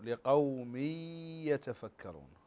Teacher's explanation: لقوم يتفكرون هنا إدغام بغنى